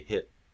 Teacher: I might be doing a combo of a T and a glottal stop. Neither of which I'm releasing audibly. And so it is possible to make a no audible release final plosive consonant.